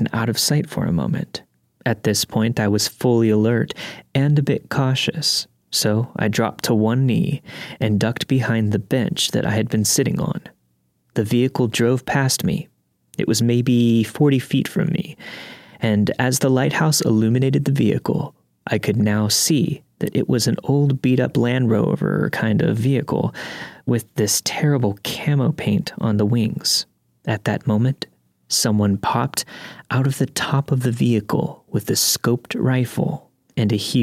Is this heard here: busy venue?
no